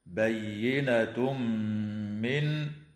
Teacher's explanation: ويدغم التنوين في الميم مع الغنة